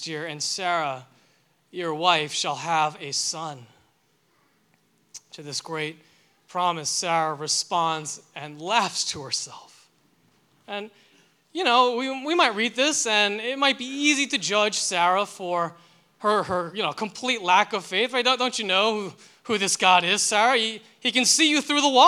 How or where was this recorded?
large echoing room